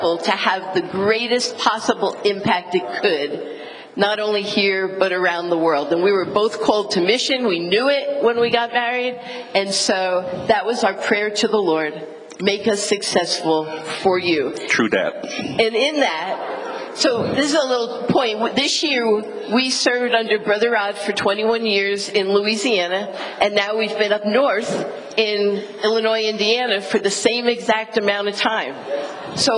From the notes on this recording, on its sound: Team Building Breakout Session 3. 2023 Winter Leadership Conference. Every February, pastors and leaders from around the country gather together at our leadership conference. Here’s one of the recordings from our 2023 Leadership Conference.